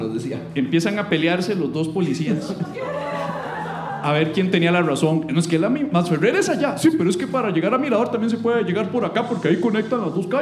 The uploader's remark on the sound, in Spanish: Episodio en vivo desde Teatro Heredia